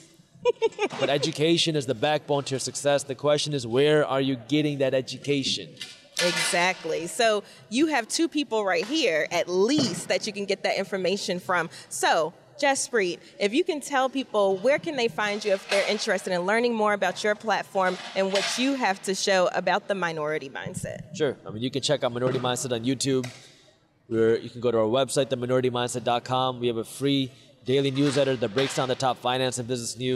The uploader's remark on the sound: Live from FinCon 2021